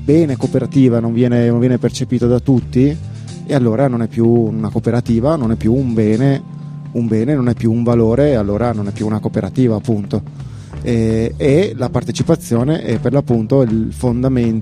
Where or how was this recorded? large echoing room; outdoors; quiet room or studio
outdoors